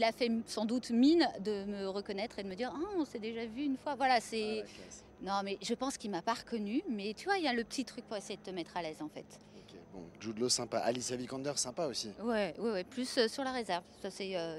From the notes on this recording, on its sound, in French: Dans les coulisses du festival. En direct de la Croisette.